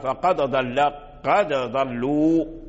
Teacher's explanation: الضاد يخرج من وسط اللسان ثم يتطاول، أي يمشي مع اللسان إلى حافته إلى قرب رأسه، طاء مستطيل يمشي مع يستطيل مع اللسان، وهو قريب من